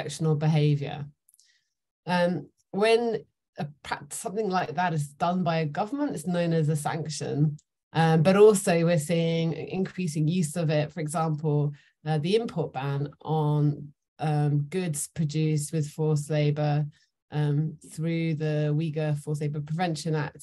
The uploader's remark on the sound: Recording from online webinar.